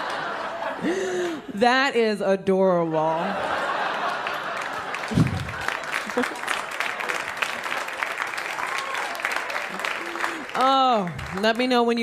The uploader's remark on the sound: Stand Up Comedy Live Gotham Comedy Club